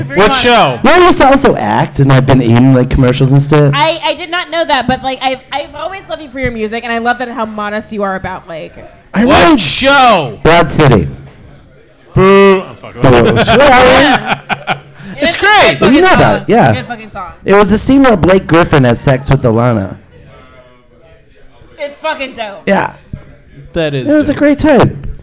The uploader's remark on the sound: Live at the Looking Glass Lounge